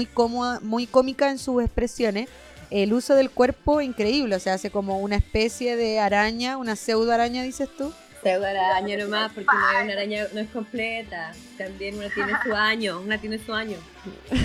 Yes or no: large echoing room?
no